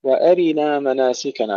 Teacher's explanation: تحقيق كسرة الراء عند الذين يكسرونها